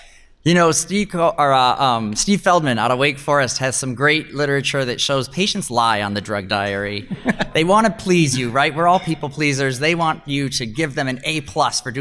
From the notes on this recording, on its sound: Recorded Live at the Real World Dermatology For Residents Conference in Las Vegas, NV. In front of a live audience at the Real World Dermatology For Residents Conference. Sahara Hotel and Casino in Las Vegas, NV.